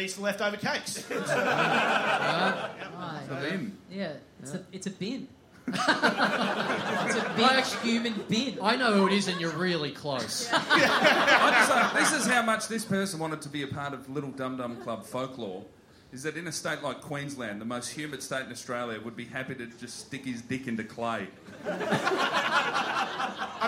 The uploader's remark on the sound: We're back in Brisbane for another HUGE live show in a future condemned building!